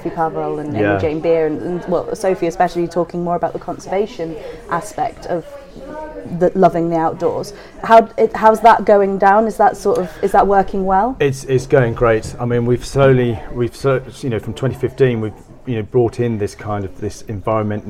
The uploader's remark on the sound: Kendal Mountain Book Festival. Live from the Kendal Mountain Festival.